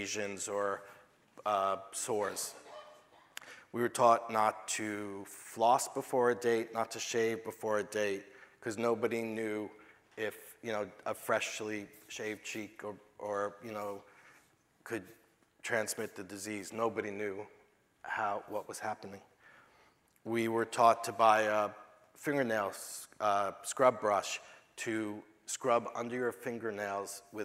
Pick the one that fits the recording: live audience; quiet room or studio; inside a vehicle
live audience